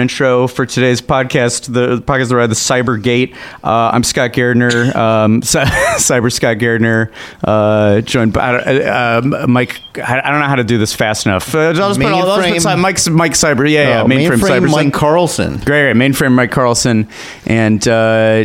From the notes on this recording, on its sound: Live from Universal Studios Hollywood!